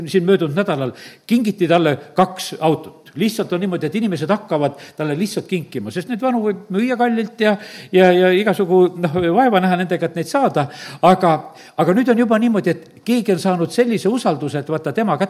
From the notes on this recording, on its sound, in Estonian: Audio salvestus koosolekult